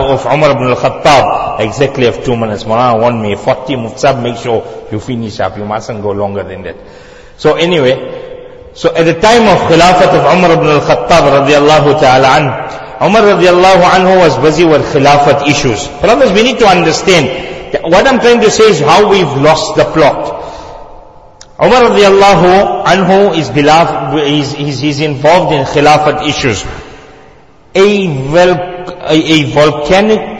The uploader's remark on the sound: Jumuah lecture